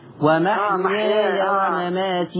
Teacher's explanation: الوجه الثاني انك تفتح الياء ما تبقاش مد لازم